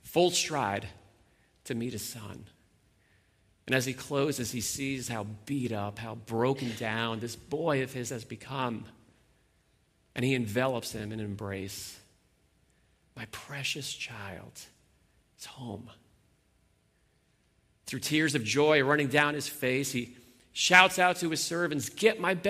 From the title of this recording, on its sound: Sunday Morning Worship Gathering